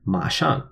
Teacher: MA in the third tone, ma, and SHANG in the fourth tone